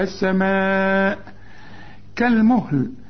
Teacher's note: السماء لازم تمد أربع حركات